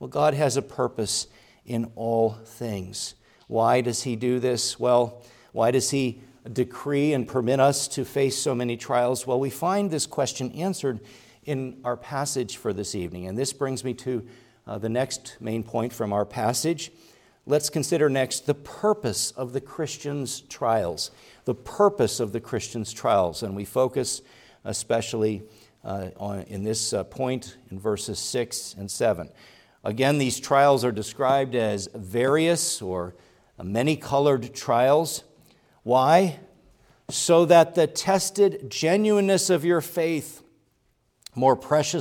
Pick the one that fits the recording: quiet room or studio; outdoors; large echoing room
large echoing room